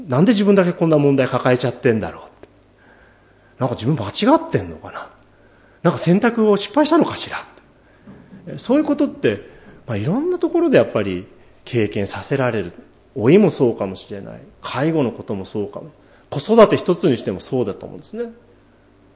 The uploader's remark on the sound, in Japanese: 主日礼拝説教録音